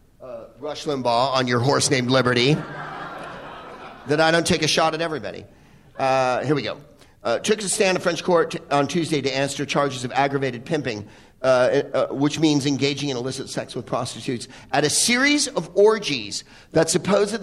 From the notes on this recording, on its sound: Live from the Upfront Theater in Bellingham